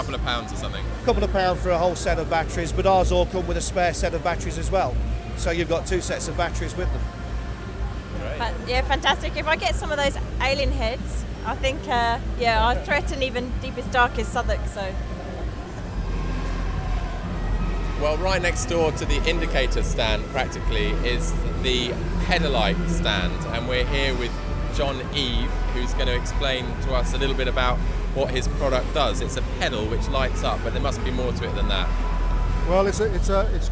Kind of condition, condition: setting, busy venue